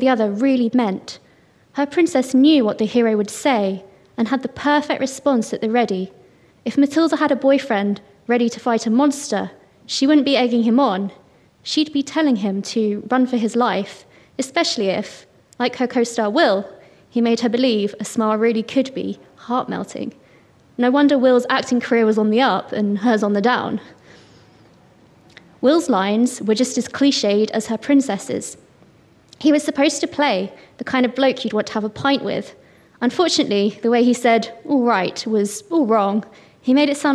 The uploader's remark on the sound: Featuring an hour of new writing read by the writers on this year’s National Centre for Writing Escalator programme - recorded earlier this year at the showcase event, here at Dragon Hall.